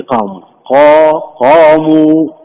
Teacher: زد تفخيم قليل في قاموا، قاموا. وإذا أظلم عليهم قاموا، هذا تفخيم لطيف، لو بالغنا قلنا قوموا هذا ما يصح، ولو قلنا قاموا أيضا هل لم تعطيها حقها من التفخيم.